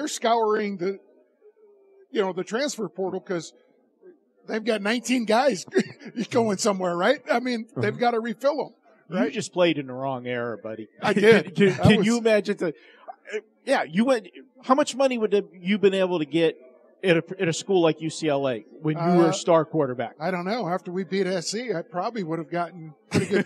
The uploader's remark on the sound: Live from the Super Book at Westgate Las Vegas